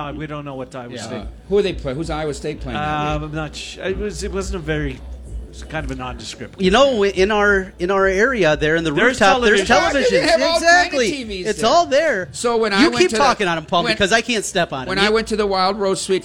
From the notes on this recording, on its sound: Live from Circa Las Vegas.